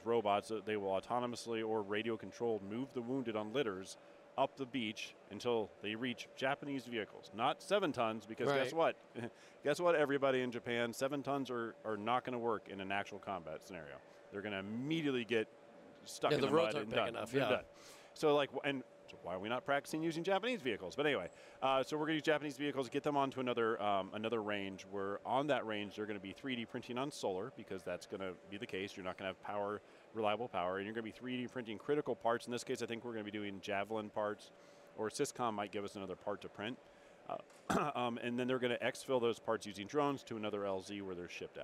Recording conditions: busy venue